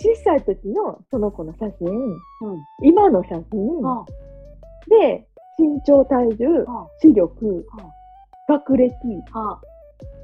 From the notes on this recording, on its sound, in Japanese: Zoomの音声なので少し聞き取りづらいと思いますがすいません。